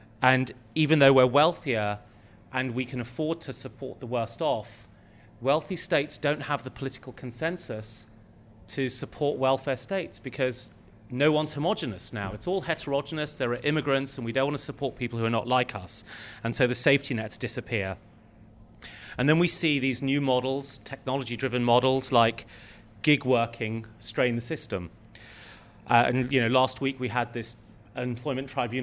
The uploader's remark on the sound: This conversation was recorded as a fireside chat in front of a live audience at a private Exponential View event in London.